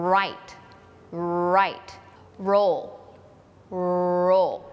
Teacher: ตัว Rเนี่ยปากมันจะอุ่มๆมันเหมือนห่อตัวเข้าไปลิ้นกระดกเหมือนเดิมแต่มันไปแตะบนเพดานปาก